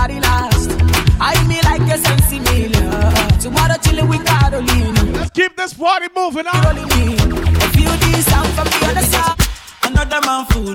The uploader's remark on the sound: THIS IS A LIVE AUDIO FROM A PRIVATE BIRTHDAY BRUNCH IN THE POCONOS. PERFORMED VIRTUALLY AT THIS BRUNCH.